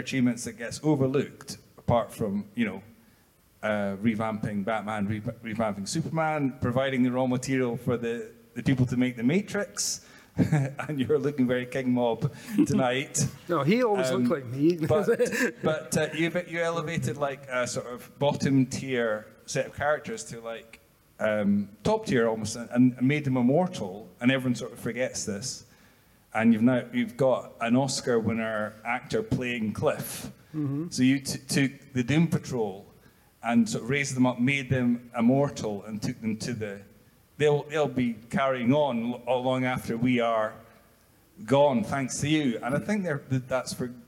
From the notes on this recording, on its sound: the fourth show of Common People Live at the Edinburgh Fringe